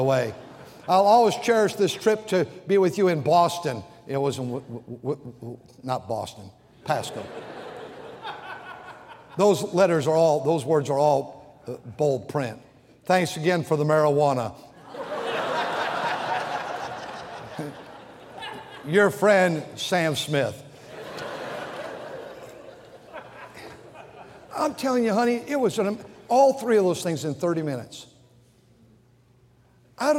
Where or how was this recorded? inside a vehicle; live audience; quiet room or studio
live audience